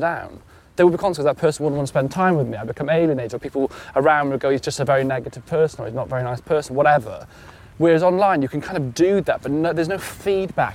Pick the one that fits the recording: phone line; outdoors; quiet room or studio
outdoors